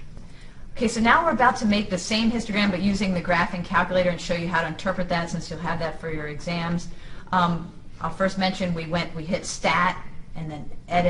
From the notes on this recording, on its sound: This is a clip from a live classroom so you will hear me interacting with students. This is a clip from a live classroom so you will hear me interacting with students.